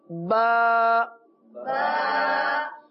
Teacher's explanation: ہونٹوں کے دو حصے ہیں، ایک حصہ جو باہر کی طرف رہتا ہے اس کو کہتے ہیں خشک حصہ، اور ایک حصہ اس سے تھوڑا سا منہ کی طرف اندر کی طرف ہے یہ ہے تر حصہ، تو با دونوں ہونٹوں کے تر حصے سے ادا ہوتا ہے